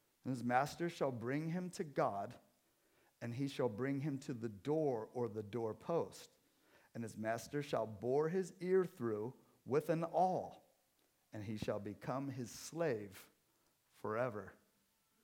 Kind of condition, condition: setting, large echoing room